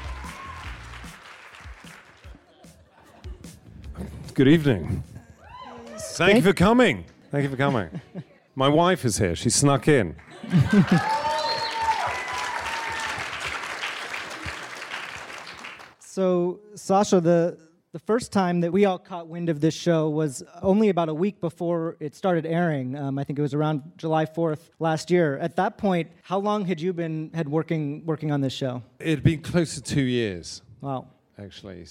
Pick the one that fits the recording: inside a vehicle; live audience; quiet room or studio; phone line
live audience